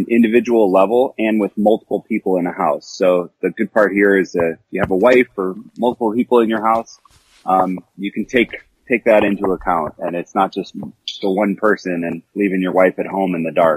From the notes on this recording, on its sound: I caught up by phone. From WWDC.